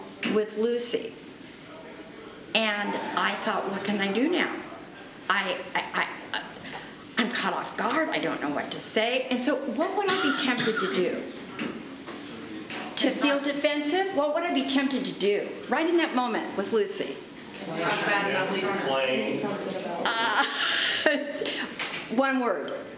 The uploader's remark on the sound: Today’s audio comes from the National Disciple Making Forum by Discipleship.org. Navigators Church Ministries led a track called, “Disciple Making Relationships Get Real and Go Deep.”